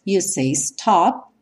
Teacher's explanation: O P em si não soa, mas ele vem cortar o som do O que está anterior a ele